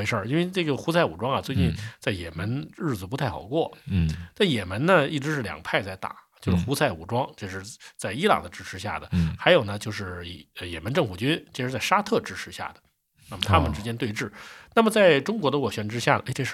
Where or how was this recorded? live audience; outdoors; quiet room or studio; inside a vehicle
quiet room or studio